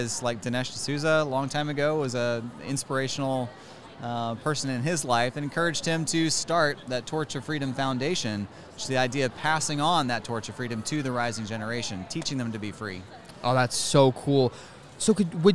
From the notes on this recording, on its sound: This is another one from the FPEA Homeschooling conference